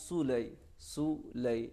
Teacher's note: واتبعوا ما تتلو الشياطين على ملك سليمان، सुलई सुलई यहाँ थोड़ा सीन पर जो जम्मा है इसको थोड़ा सा खींच कर पढ़ना होता है, चूँकि ये दो हरकत जो है हरकत जम्मा और कसरा थोड़ी सी खींच कर पढ़े जाते हैं अगर इनकी रियायत हो जाए।